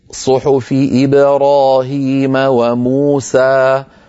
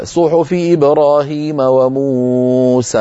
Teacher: موسى مو حركتين، سا حركتين · Shown in: first take · Term: المد الطبيعي